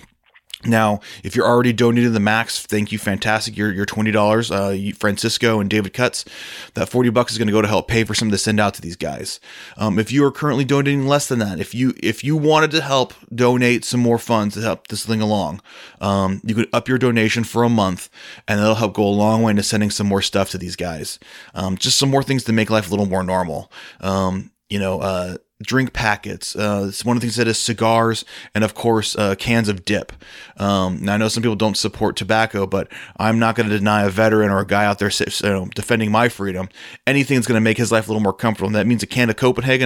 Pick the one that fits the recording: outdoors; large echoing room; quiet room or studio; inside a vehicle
quiet room or studio